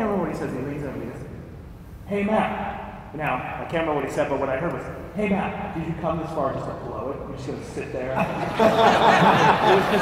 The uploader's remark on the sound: got the opportunity to answer Q&amp;A from the crowd!